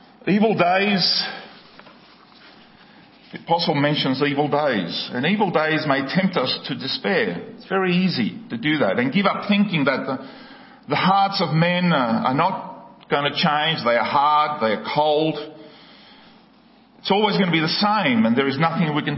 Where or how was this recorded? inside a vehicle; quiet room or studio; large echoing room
large echoing room